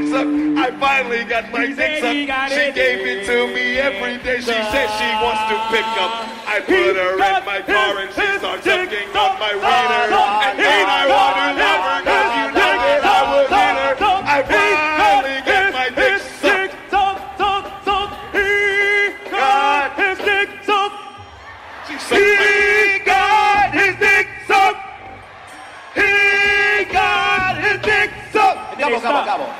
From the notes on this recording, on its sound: Its a live comedy special from the vault!